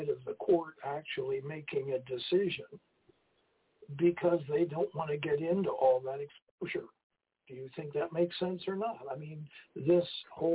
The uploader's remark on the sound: TNTSuperfantastic Conference Call.